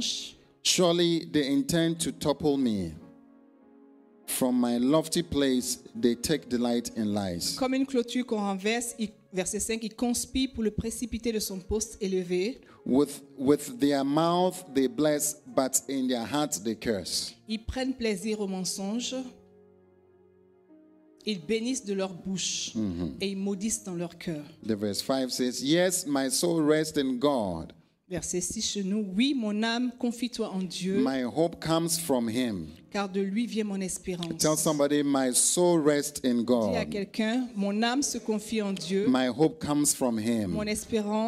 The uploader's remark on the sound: Preached during Joyful Hour Sunday Service